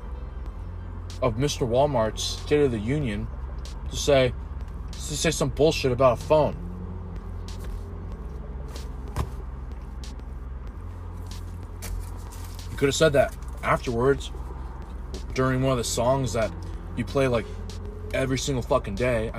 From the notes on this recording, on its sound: I sit in my car on my lunch break and eat my lunch